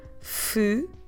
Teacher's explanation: So what we normally do is that we put the middle syllables together, the second and the third together